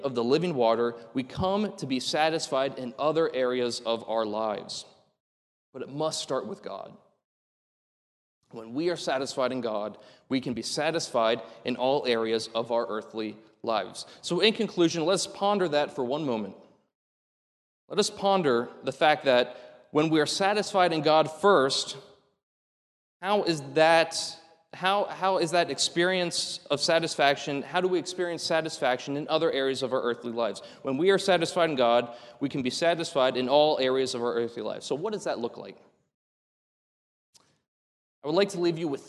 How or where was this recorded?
large echoing room